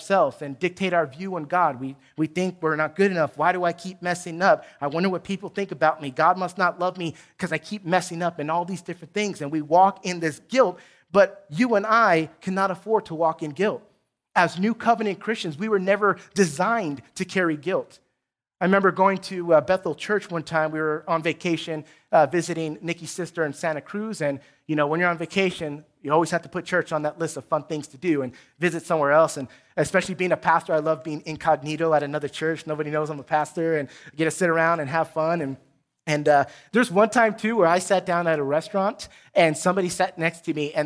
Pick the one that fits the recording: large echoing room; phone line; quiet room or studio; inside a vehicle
large echoing room